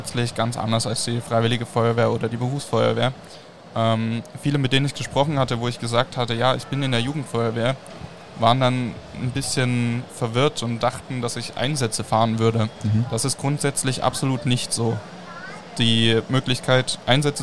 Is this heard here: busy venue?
yes